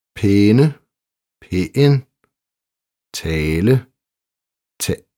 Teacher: Denne E-lyd i endelserne kan have en tendens til helt at forsvinde i dansk talesprog. Man vil i stedet forlænge den trykstærke vokal